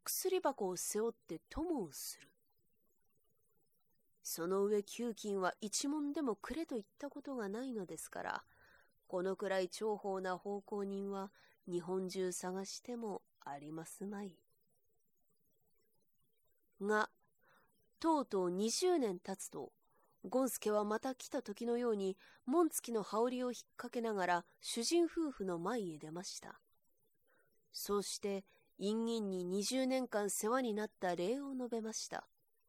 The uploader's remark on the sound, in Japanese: 自宅録音ですのでノイズなどはご了承くださいませ。